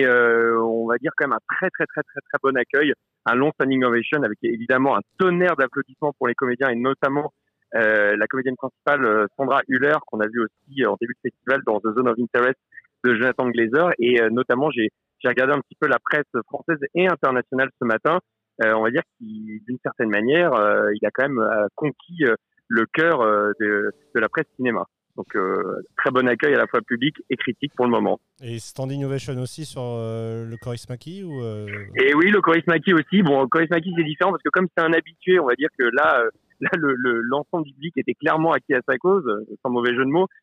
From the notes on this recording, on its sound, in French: Episode enregistré au cinéma Les 7 Batignolles. Par téléphone.